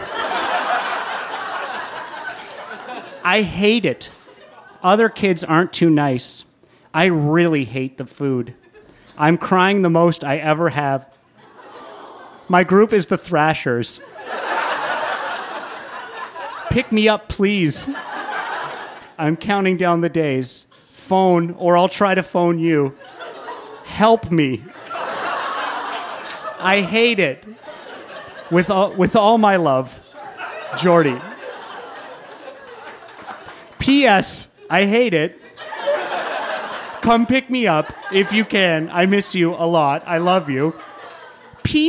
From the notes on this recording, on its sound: Recorded live at The Company House in Halifax, NS.